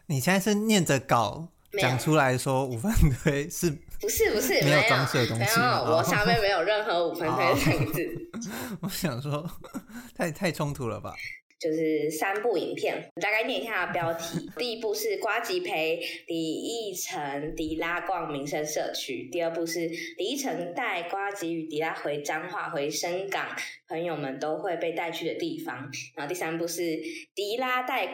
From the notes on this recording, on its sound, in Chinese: 這集錄音回音較大，敬請見諒